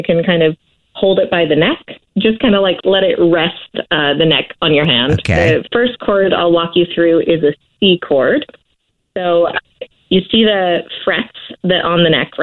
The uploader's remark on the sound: phone prank style